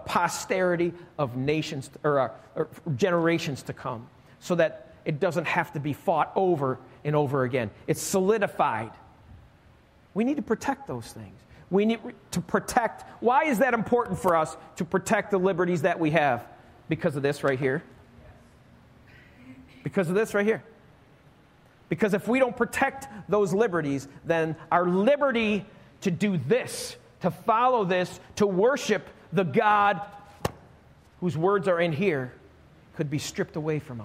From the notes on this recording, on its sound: Recorded live at Alabama Full Gospel Fellowship - The Lighthouse. Join us live each week at Alabama Full Gospel Fellowship, 5329 Gravel Rd., Medina, New York 14103.